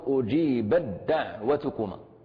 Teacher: نبدل التاء دالا ونضغم الدال في الدال · Term: إدغام